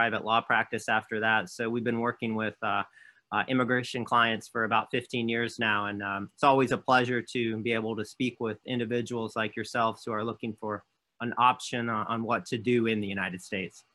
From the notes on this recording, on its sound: For those joining us on Zoom